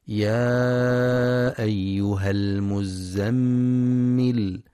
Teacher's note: ينتبه القارئ للمد المنفصل، يمد بمقدار 4 أو 5 حركات في رواية حفص من طريق الشاطبية. كذلك ينتبه لتحقيق همزة أيها، فلا يقرأ يا أيها بإسقاط الهمزة، وإنما يا أيها بتحقيقها.